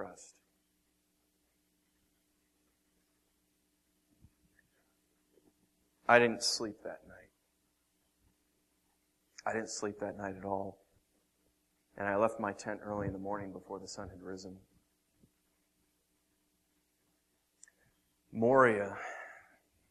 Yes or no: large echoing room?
yes